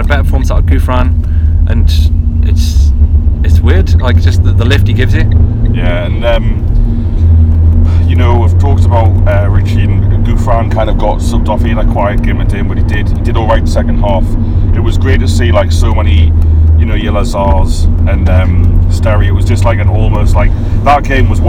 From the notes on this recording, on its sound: join you from the car home